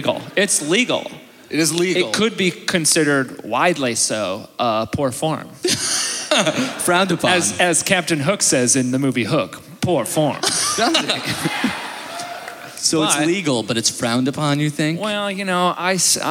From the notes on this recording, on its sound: joins us live in Winnipeg!